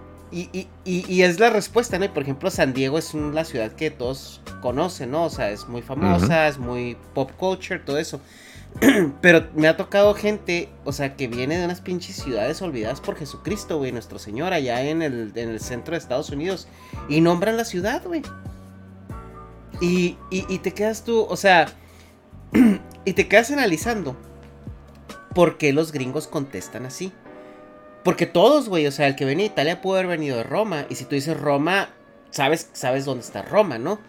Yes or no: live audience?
no